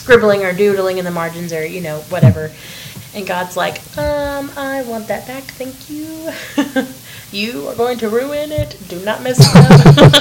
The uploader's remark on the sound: We apologize for the audio inconsistencies, as there were some problems with the audio on this particular episode.